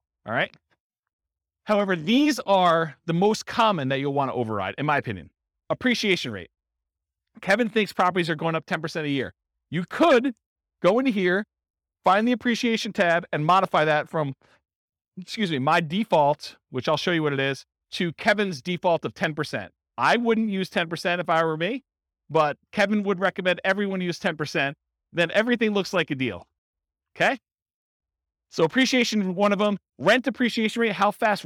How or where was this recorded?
live audience